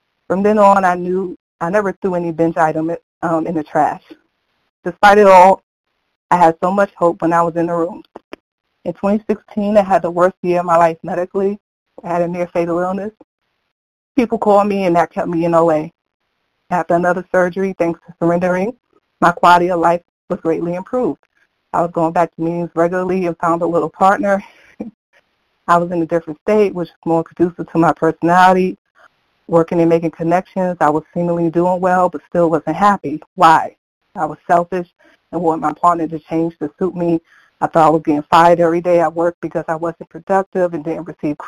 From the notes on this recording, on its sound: from the 100 Pounders Phone Meeting